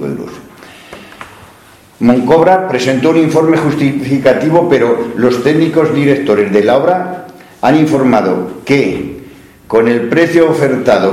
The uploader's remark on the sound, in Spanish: Audio correspondiente a la Sesión Ordinaria del Pleno del Ayuntamiento celebrada en el Salón de Actos del Ayuntamiento de Cella (Teruel).